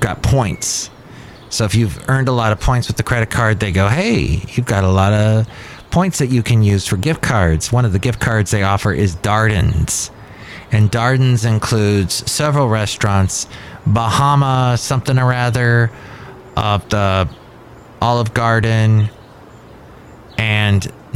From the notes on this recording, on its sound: podcasts live from Cafe Anyway